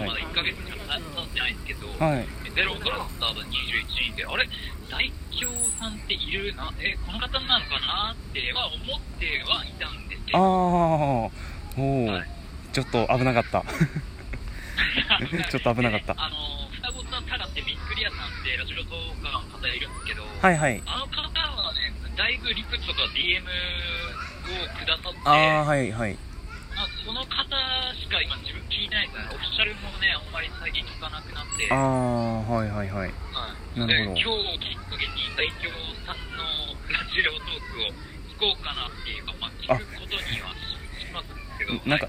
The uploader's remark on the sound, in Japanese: とある方と電話してみた。相手の方はラジオトーカーさんで、収録中だったみたいなのですが。(お相手の方も収録しているという…(笑))。電話コラボ。